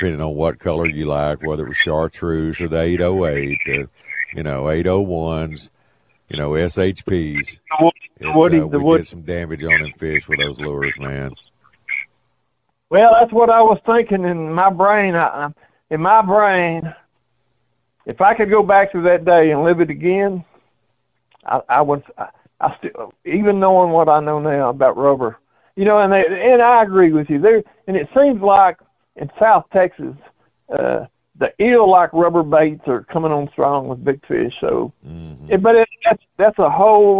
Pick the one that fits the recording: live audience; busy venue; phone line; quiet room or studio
phone line